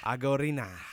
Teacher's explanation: definitely yeah, there's a rolled R in there